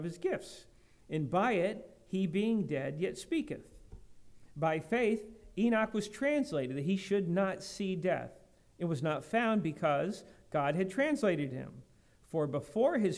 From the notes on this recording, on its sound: Message preached at Lighthouse Baptist Church in Schenectady, New York.